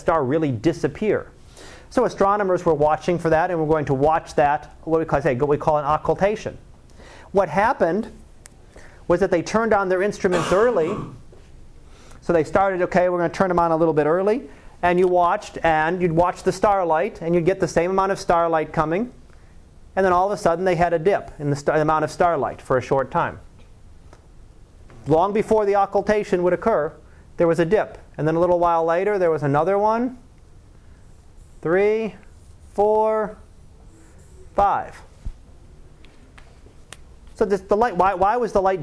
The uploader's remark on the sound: Live Class Lecture